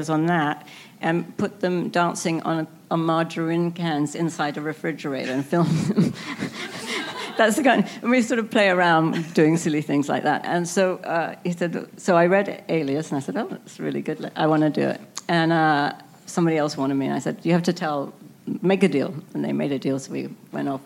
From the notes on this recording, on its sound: Recorded at ATX Television Festival